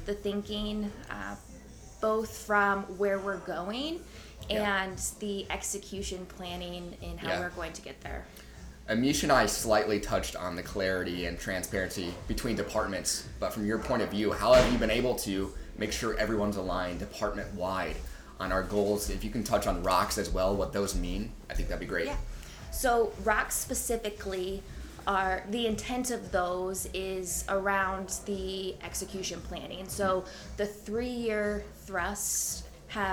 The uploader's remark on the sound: LIVE From Kem Krest’s 2023 Leadership Retreat